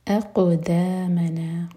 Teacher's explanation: اقدامنا قاف پر قلقلہ اور پھر دال لائٹ